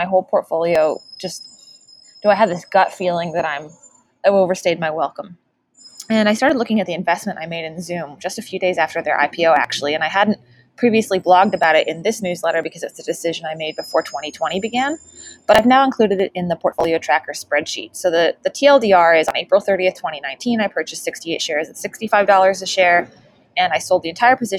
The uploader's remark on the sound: Hello from Lake Tahoe! We are on the road again, and I’m taking advantage of the slightly better AQI in the early morning to have some breakfast outside.